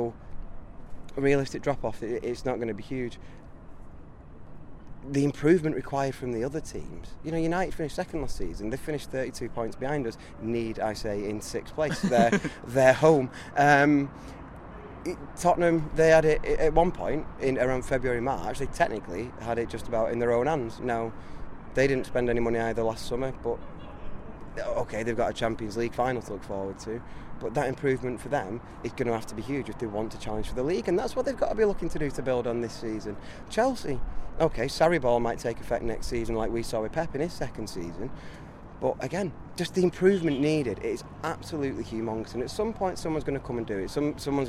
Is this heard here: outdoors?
yes